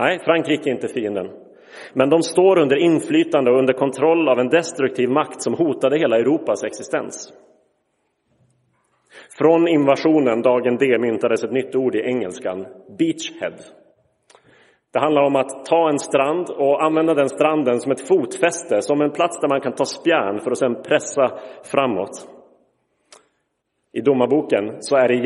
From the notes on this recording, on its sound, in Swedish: Inspelad i Roseniuskyrkan den 8 januari 2023.